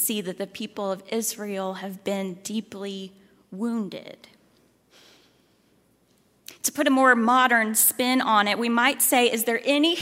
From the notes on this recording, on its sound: at Highland Baptist Church, Louisville, Kentucky